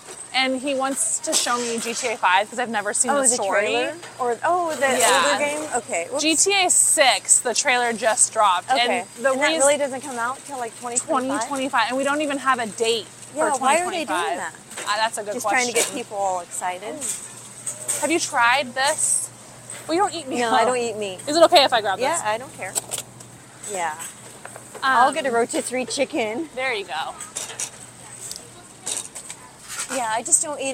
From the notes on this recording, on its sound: a Friday afternoon trip to Costco